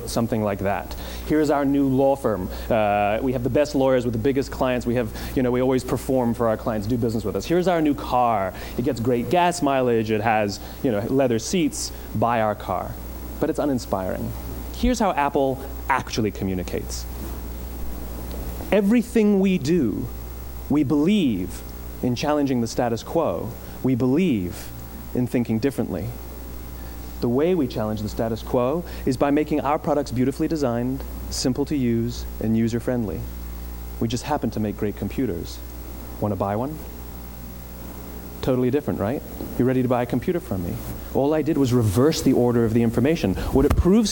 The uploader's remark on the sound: Delivered at Wisdom Chain Day in Medora, ND on June 15th, 2021.